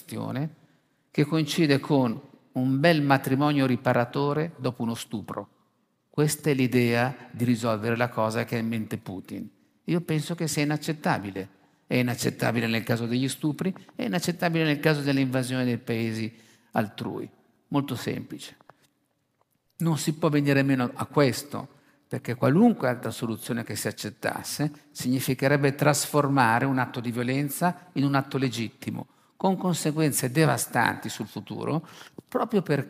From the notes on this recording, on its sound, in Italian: Questo intervento è estratto dal Festival "Dialoghi di Pandora Rivista" dell'ottobre 2022.